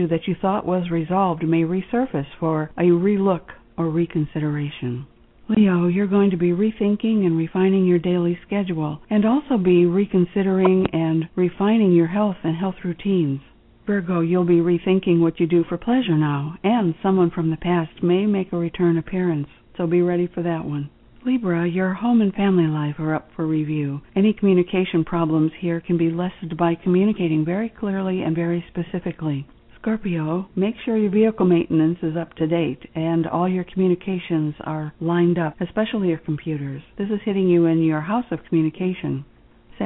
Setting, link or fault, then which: link, phone line